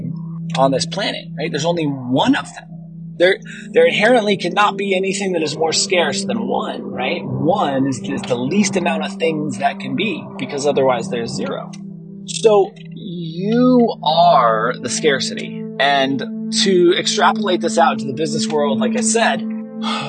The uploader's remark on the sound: Recorded while driving a very old beat-up truck, so the audio isn't perfect.